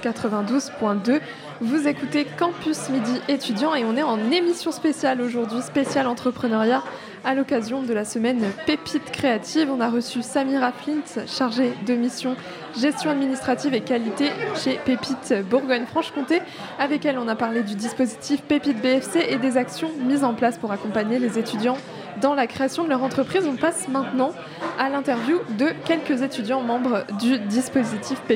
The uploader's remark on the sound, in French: En direct du café de l'Atheneum, centre culturel de l'Université de Bourgogne, Radio Dijon Campus a proposé une émission spéciale à l'occasion de la Semaine CREATIV'.